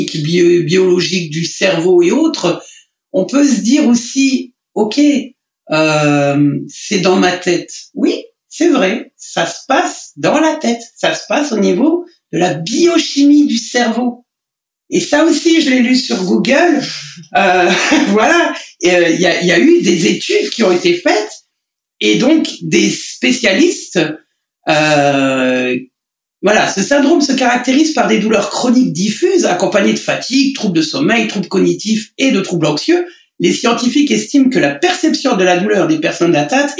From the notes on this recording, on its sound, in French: Je tiens par avance à m’excuser pour la qualité audio de cet enregistrement. En effet, lors de celui-ci j’ai oublié de sélectionner le bon micro sur mon logiciel… C’est pourquoi aujourd’hui j’ai privilégié le témoignage qui m’avait le plus ému et touché malgré un son de mauvaise qualité.